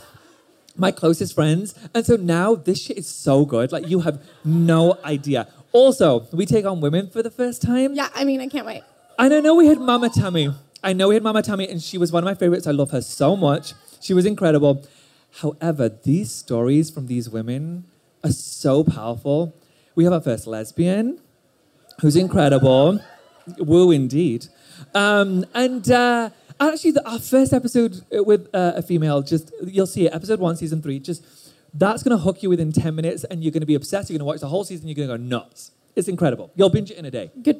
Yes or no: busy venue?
yes